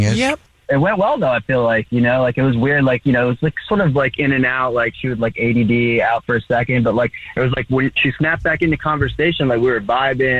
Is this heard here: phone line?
yes